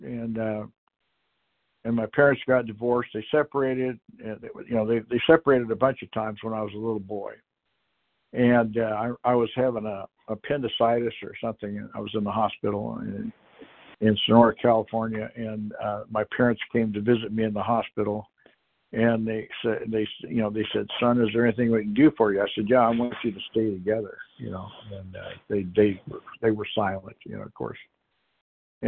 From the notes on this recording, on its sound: Qualification from the 100 Pounders Phone Meeting.